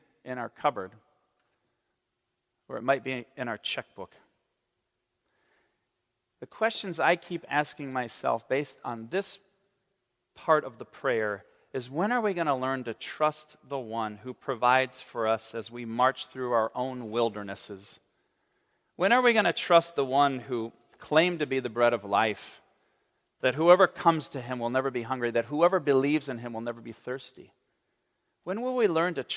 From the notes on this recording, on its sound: on the Third Sunday in Lent, March 12, 2023, at Central Reformed Church in Grand Rapids, Michigan.